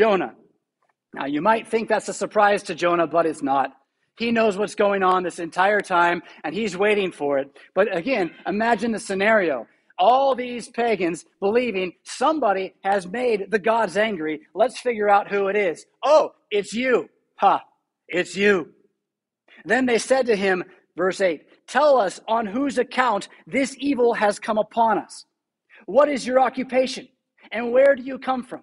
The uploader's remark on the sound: Preached at St Paul Lutheran Church , Rockford, Illinois on November 14, 2021.